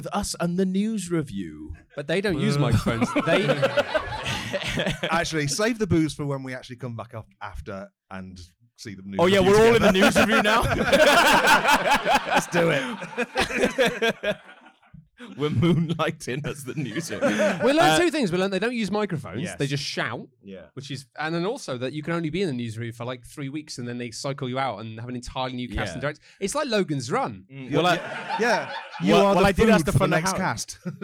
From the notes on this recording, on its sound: This week we return to The Canal Cafe Theatre for a live show! Because it's live, we might sound a bit shitter than usual or refer to something we can see on stage.